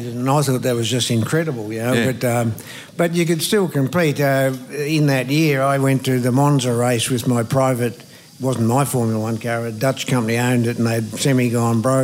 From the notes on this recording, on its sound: a very special episode LIVE at the 2023 VACC Presidents Grand Prix Supper